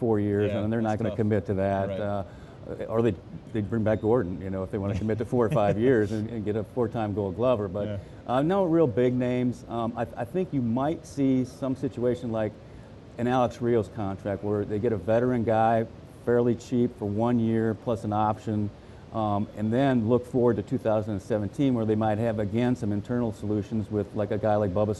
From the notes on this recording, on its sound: live in Nashville at the Winter Meetings